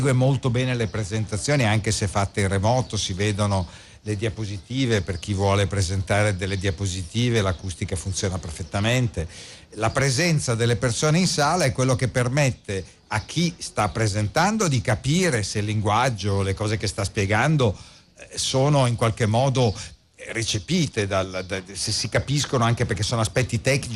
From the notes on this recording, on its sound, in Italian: Seconda diretta dal Festival dell&#39;Economia di Trento.